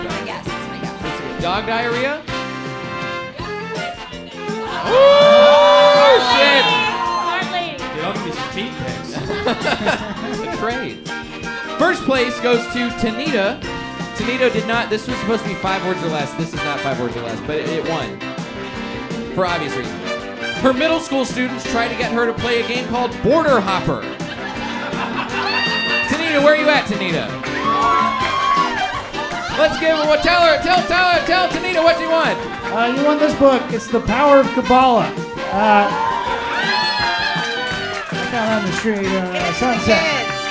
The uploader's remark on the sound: Recorded live at The Comedy Store in Los Angeles, CA.